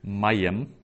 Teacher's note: the accent is on the ma, so penultimate stress